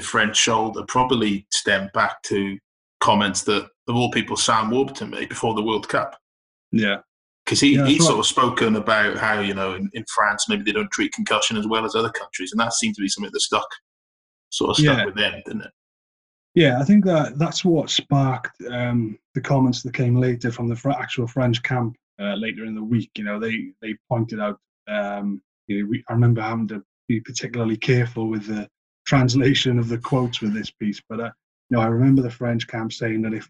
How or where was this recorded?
video call